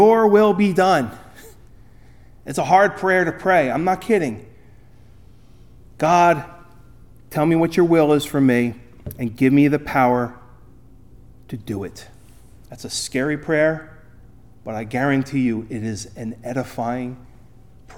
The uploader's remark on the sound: Recorded at Ebenezer UMC on February 4, 2024